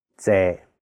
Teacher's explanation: the second character is a low flat tone, sixth tone.